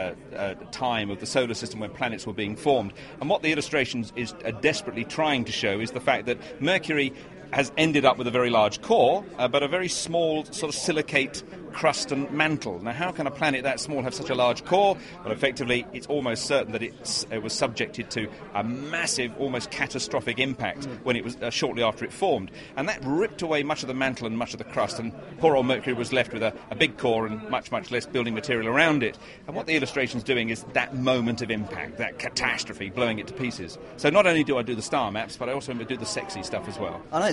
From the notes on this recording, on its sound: This month we took our brand new recording kit to Astronomy Now's Astrofest 2007 to talk to some of the exhibitors and visitors.